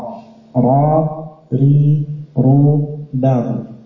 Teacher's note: bergetarnya ujung lisan ketika mengucapkan sebuah hurufnya. Getarannya dua kali atau maksimal tiga kali melafadzkan huruf ro.